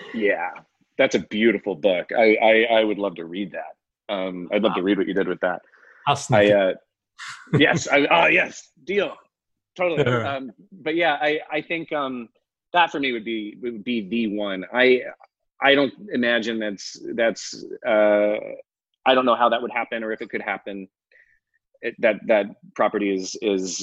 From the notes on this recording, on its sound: Virtual and Live from the 2020 FANTASIA Film Festival earlier this year.